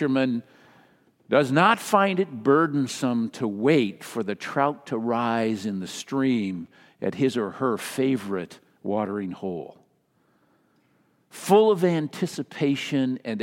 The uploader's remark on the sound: Message delivered during the Traditional Worship